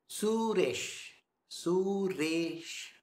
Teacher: The su is short. Re, slightly long. Sh, it's short.